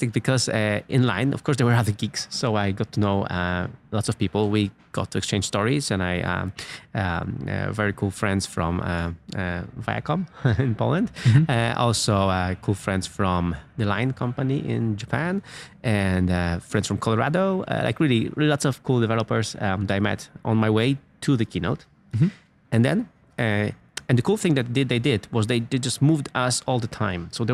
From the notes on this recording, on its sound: Live from Apple's Worldwide Developers Conference in San Jose, California